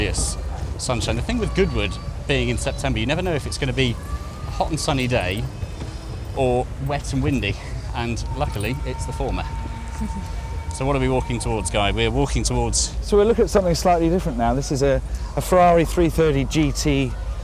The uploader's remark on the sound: Come to you from the hustle, bustle and magic of The Goodwood Revival Meeting in Chichester as guests of The Auctioneers, Bonhams. On the morning of the first day of the three-day event. Sit in the auction surrounded by a collection of spectacular cars. In the Bonhams Marquee.